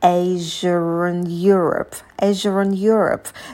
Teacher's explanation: Тоже появляется звук «r», потому что слово «Asia» заканчивается на звук «шва», следующее слово начинается на гласный, и мы соединяем эти слова с помощью звука «r».